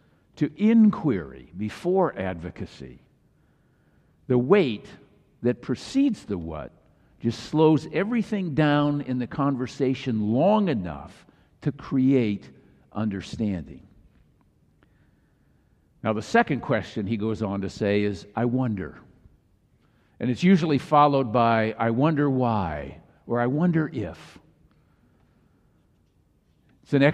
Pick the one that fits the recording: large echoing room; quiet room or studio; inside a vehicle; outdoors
large echoing room